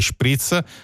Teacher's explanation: S preconsonanti che si pronunciano di solito sh e non s. Però già in dialetti anche sempre lombardi vicini questa non è la pronuncia, sì.